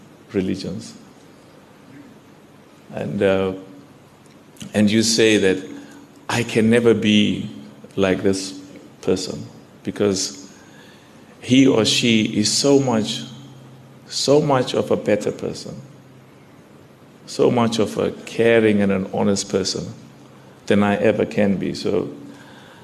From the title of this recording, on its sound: during Jumuah at the Darul Islam Masjid